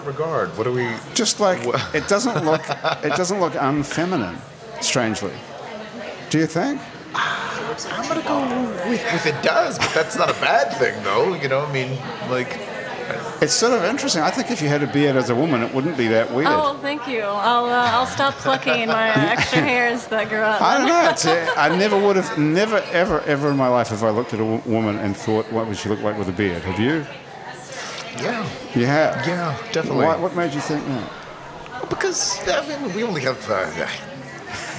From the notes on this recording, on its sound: Happy Hour is recorded live at Wayfare in Uptown New Orleans.